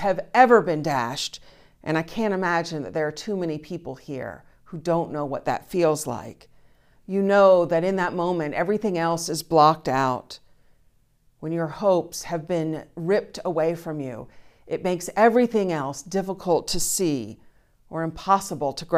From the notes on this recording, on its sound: Streaming test from the bell tower. The conversation is followed by the prayers, music, and sermon from Sunday's virtual service. Recorded live each week at First Pres in beautiful historic downtown New Bern, North Carolina. First Presbyterian Church, New Bern, North Carolina, established in 1817.